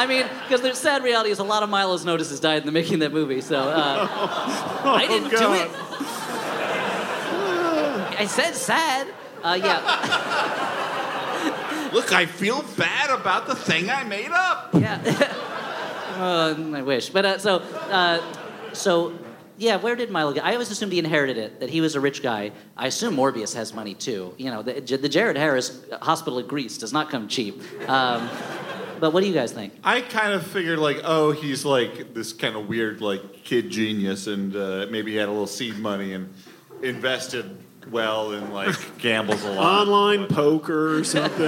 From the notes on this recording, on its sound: Covid has kept us from in-person live shows for more than two years, but last weekend we made our triumphant return at The Bell House in Brooklyn. Covid has kept us from in-person live shows for more than two years, but last weekend we made our triumphant return at The Bell House in Brooklyn. Fangs to all who came out in person!